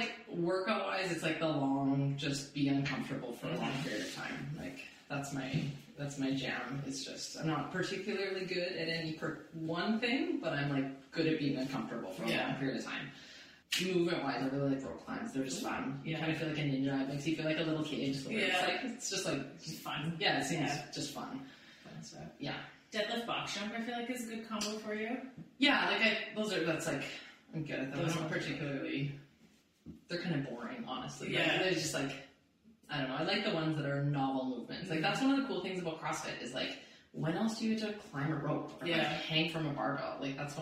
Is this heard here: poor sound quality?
yes